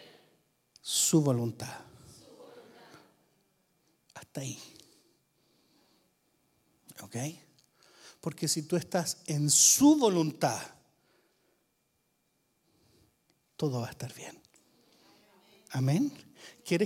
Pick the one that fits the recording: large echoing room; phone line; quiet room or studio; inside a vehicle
large echoing room